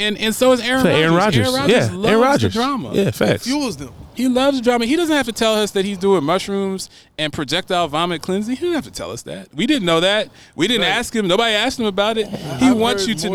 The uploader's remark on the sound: LIVE from Horizon Park in Nashville, TN at the Titans Raiders Tailgate!